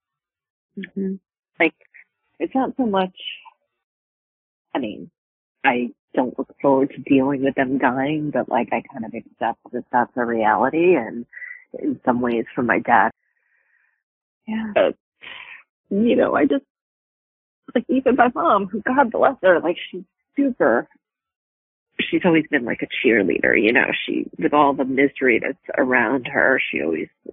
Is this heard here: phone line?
yes